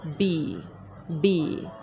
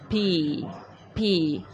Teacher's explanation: Si ustedes se fijan en su boca, la posición de los labios es diferente cuando decimos B, B. Los labios se cierran, están juntos.